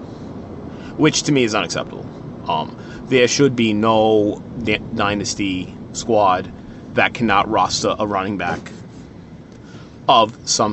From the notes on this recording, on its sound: from the car